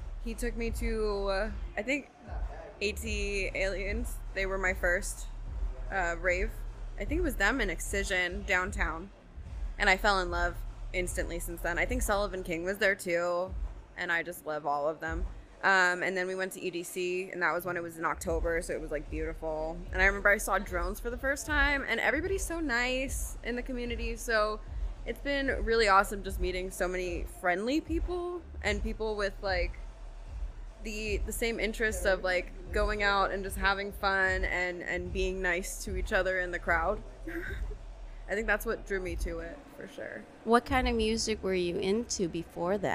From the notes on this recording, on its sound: In this special episode, recorded live at Jackpot Bar & Grill in Las Vegas, NV.